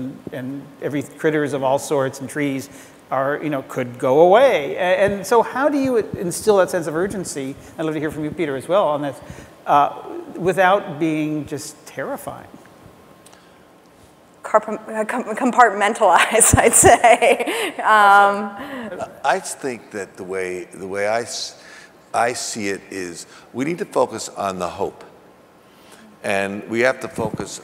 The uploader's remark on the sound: The best of live interviews from GreenBiz events. On stage together, for the first time.